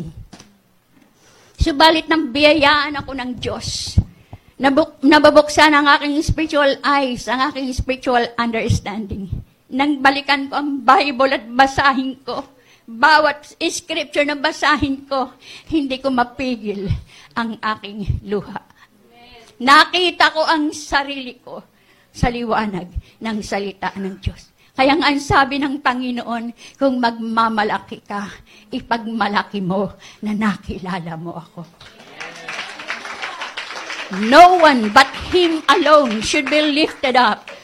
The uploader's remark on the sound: This message is recorded live February 9 2020, 9:00am.